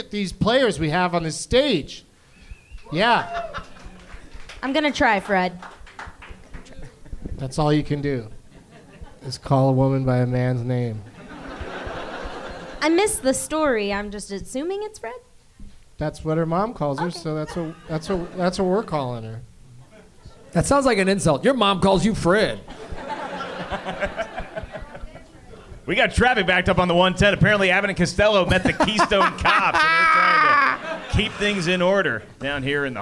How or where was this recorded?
live audience